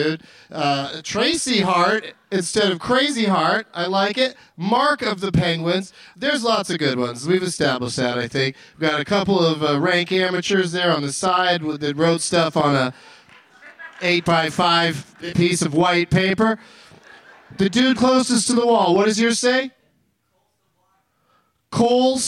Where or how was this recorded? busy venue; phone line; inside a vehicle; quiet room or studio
busy venue